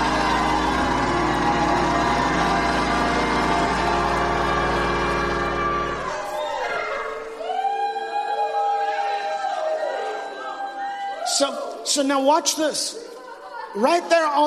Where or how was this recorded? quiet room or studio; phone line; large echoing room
large echoing room